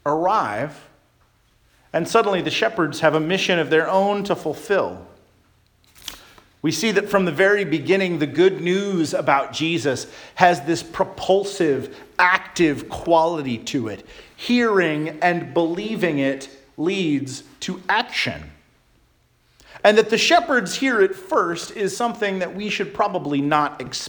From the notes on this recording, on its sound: Charles Anglican Cathedral, Bremerton, WA.